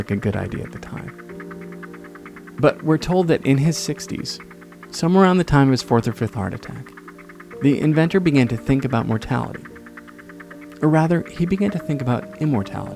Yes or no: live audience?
no